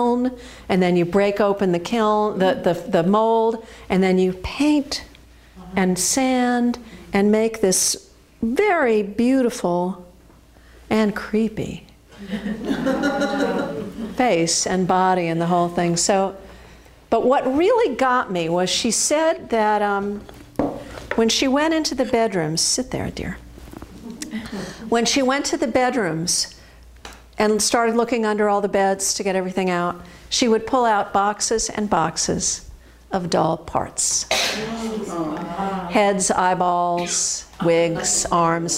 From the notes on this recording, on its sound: This Ames Free Library Presentation was recorded live at the Queset House in Easton Massachusetts.